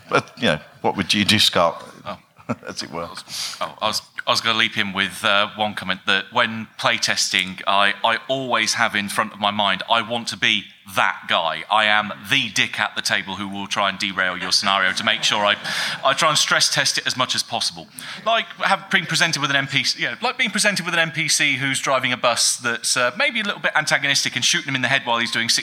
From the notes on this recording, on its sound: We’re back with another special episode recorded at Necronomicon 2017. This time it’s the turn of the seminar about Call of Cthulhu campaigns.